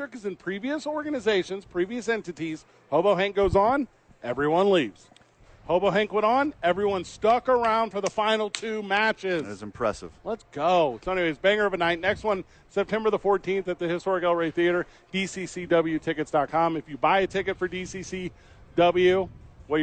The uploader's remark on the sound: Live from Isotopes Park.